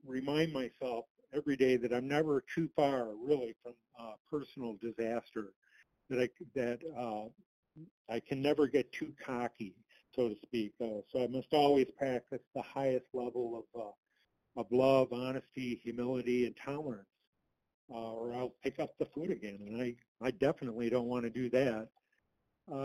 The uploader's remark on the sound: qualification from the 100 Pounders Phone Meeting, 1/23/23